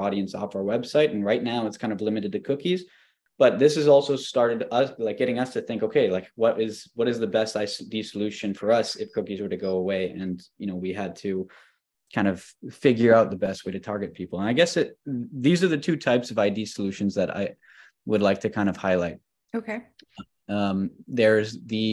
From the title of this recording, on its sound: Live From the Community Call